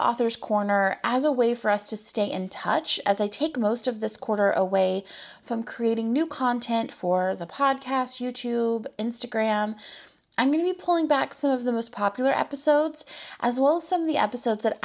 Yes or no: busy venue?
no